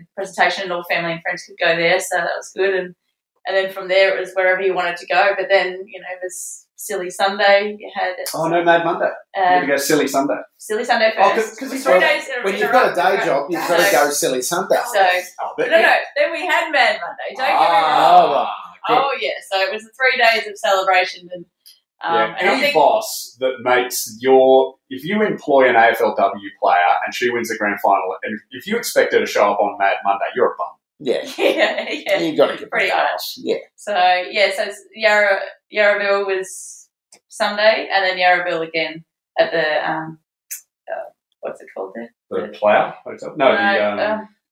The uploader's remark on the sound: the audio is a bit tinny